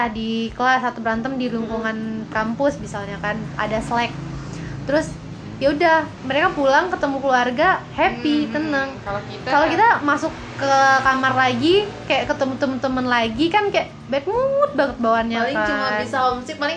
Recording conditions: sounds in the background